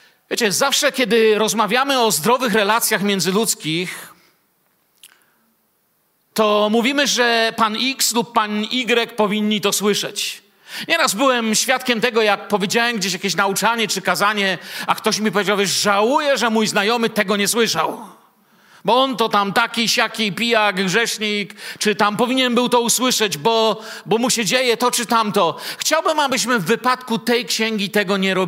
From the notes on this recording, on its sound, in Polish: Wykład nagrano podczas nauczania Słowa w Kościele „Filadelfia” Bielsko Biała